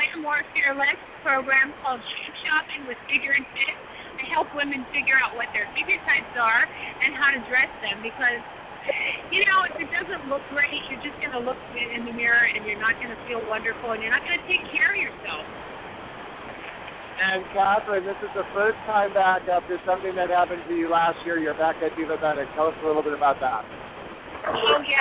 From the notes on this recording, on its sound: broadcasts live from the American Diabetes Association Expo, in Pittsburgh, PA.